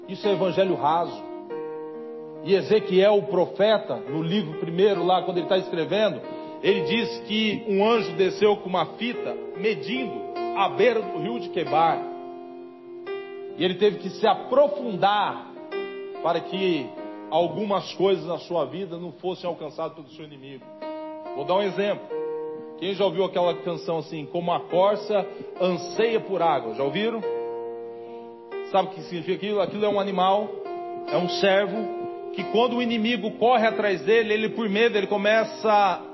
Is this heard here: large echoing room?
yes